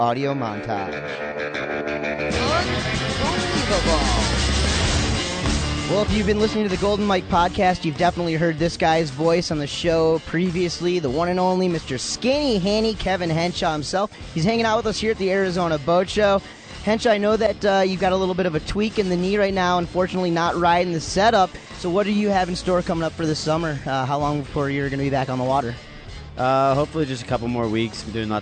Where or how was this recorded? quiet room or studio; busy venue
busy venue